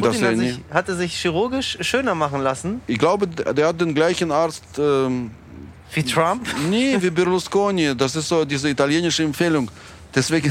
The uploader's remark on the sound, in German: Die nicht im ICE, sondern in einer Regionalbahn aufgezeichnet wurde. Auf der Fahrt von Berlin-Gesundbrunnen nach Löwenberg.